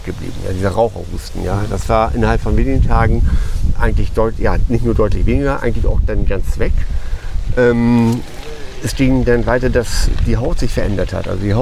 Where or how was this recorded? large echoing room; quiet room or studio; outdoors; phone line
outdoors